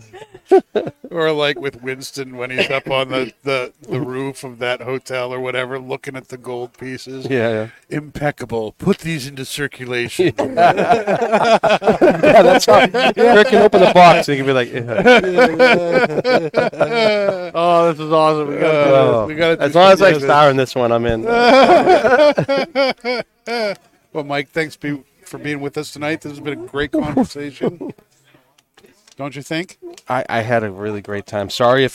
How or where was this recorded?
busy venue